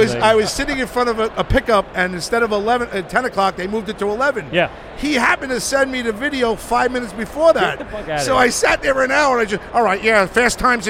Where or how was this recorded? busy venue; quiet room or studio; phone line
busy venue